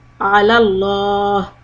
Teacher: Stretch the lam in Allah to longer than one count.